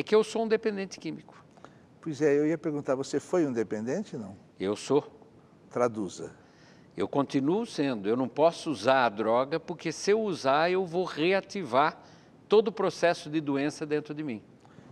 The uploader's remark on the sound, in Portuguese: para um grande público